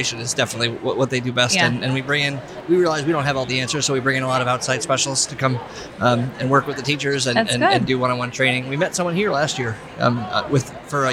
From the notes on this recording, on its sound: High energy, "teacher on the street" conversations with engaging practitioners on the exhibit floor of NCEA 2023.